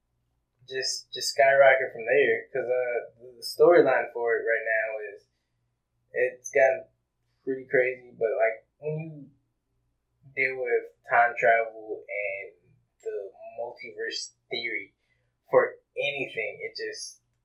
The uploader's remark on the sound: We would like to apologize for the quality. We had some technical difficulties.